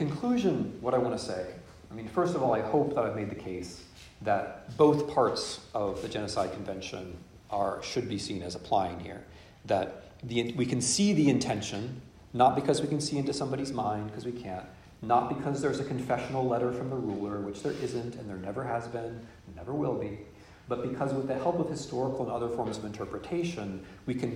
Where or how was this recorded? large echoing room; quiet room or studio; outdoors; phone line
large echoing room